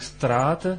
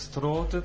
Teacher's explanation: on va pas dire strat, on va dire strot parce que c'est un T qui est derrière. · Shown in: second take